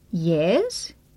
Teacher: This is a rising tone.